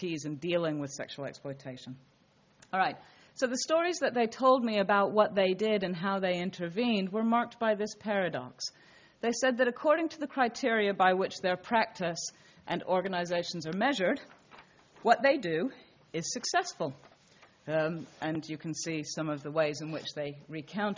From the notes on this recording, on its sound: This talk was delivered at University of Leicester on Wednesday, 20 February, 2013.